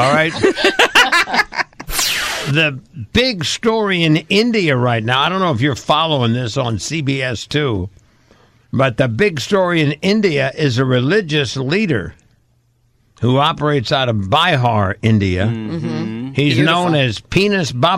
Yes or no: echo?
no